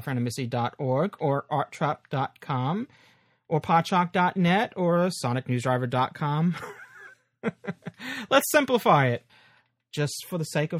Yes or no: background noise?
no